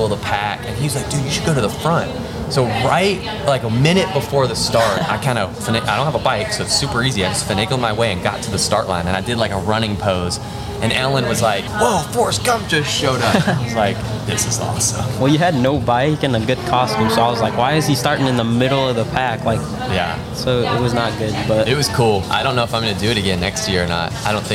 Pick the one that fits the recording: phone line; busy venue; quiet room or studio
busy venue